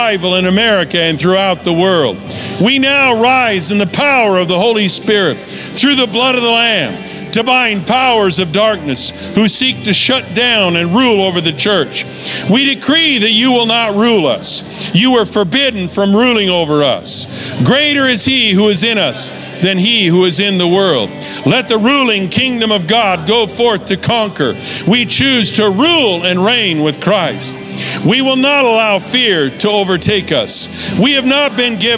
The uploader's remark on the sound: Recorded live at Capital Church in Meridian, Idaho